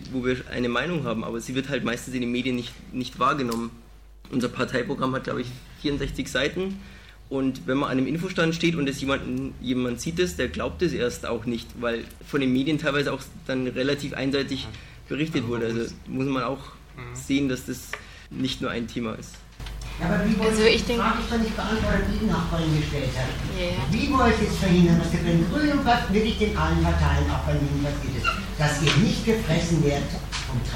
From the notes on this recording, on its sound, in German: Wir sind live in einer Veranstaltung zu Web 2.0 in der Glockenbachwerkstatt.